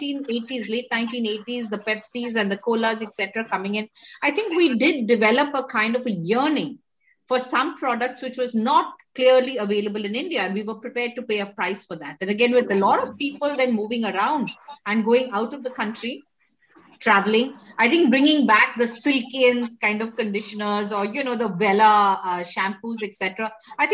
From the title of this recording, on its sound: Virtually Recorded